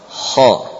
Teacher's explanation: Kha adalah dari ujung tenggorokan. Kha, ya.